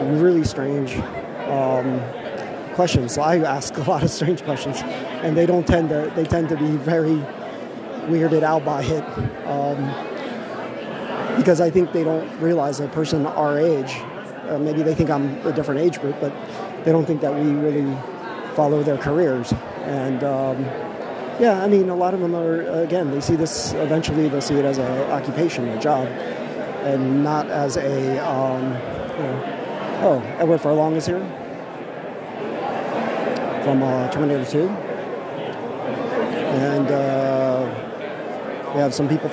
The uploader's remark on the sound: Live From The Hollywood Show. Short Walkthru of a convention of celebrities with a quick interview.